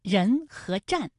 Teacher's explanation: 人的前鼻韵母是恩，战的前鼻韵母是安 · Term: 前鼻音